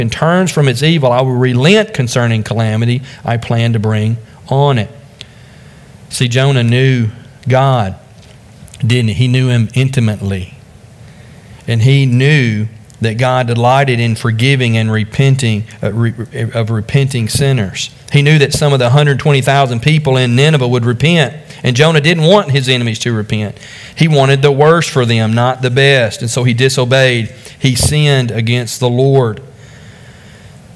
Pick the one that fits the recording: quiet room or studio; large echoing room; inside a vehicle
large echoing room